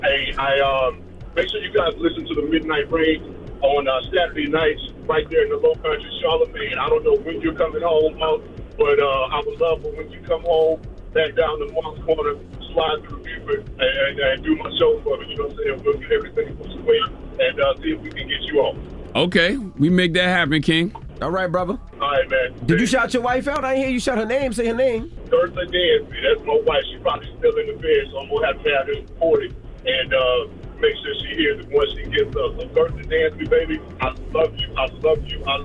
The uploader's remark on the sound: We opened the phone lines to hear what our listeners have learned from us over the years. Plus, we had a very special guest call.